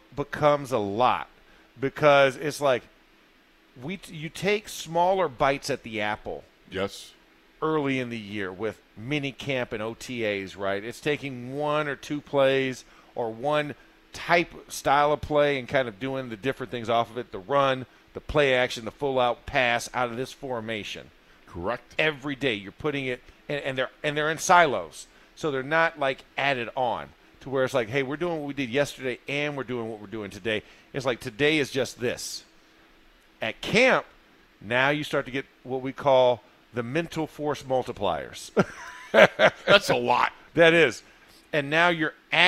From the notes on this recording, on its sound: In the Locker Room live from Steelers Camp Day 8.